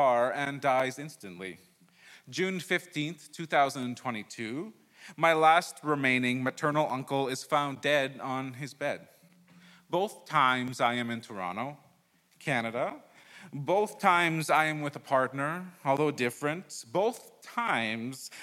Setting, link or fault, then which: setting, live audience